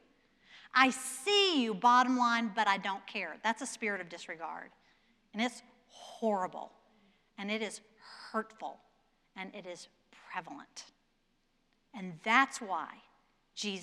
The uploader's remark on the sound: Presented by Asbury Seminary Kentucky Chapel. At Asbury Theological Seminary's Kentucky campus.